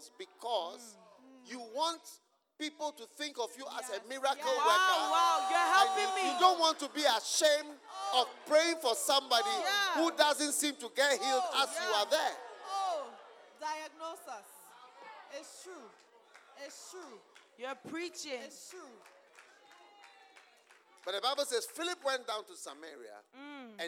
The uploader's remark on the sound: Preached at the Use It or Lose It Camp, USA.